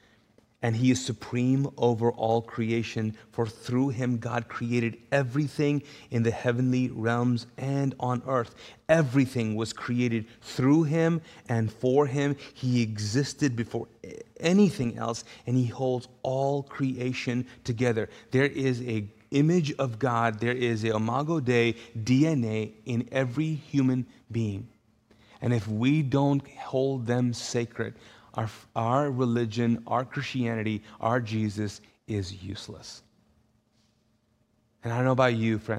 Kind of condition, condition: setting, large echoing room